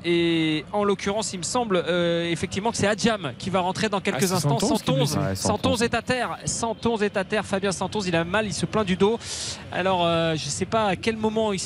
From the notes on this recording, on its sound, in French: Pour trois heures de direct. En direct du Groupama Stadium.